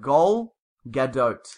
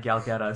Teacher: Because the A's are pronounced as in short O's. · Shown in: first take